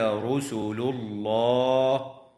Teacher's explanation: وتفخم اللام في اسم الله لوقوعها بعد ضمة، ويوقف على قوله تعالى رسل الله من قبيل الوقف اللازم.